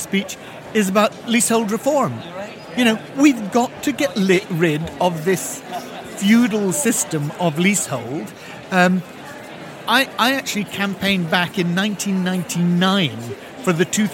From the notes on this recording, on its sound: Recorded in the Heathrow Lounge at Liverpool’s ACC on Monday morning